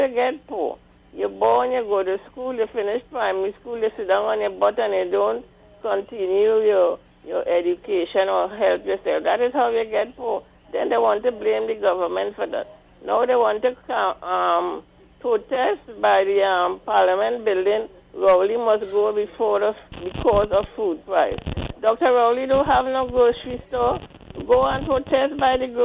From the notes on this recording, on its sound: we take more calls from the audience